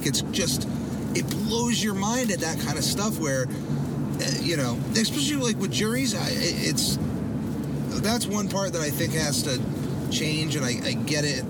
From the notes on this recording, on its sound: The Car-Cast. A free formed conversation in the car.